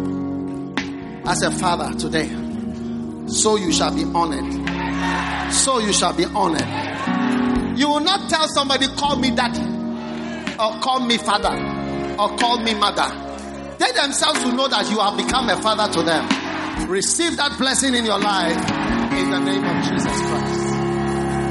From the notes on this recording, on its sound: Preached at the First Love Gathering Service.